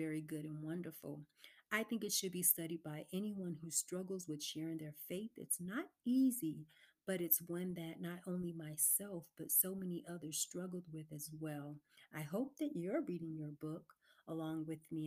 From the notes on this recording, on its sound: This recording may require headphones due to low recording session.